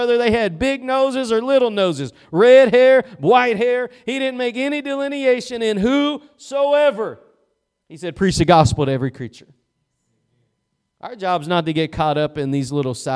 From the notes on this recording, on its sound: Preached at Gospel Lighthouse in Bossier City, La.